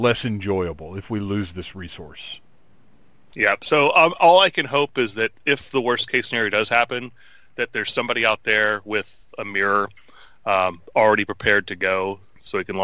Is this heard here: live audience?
no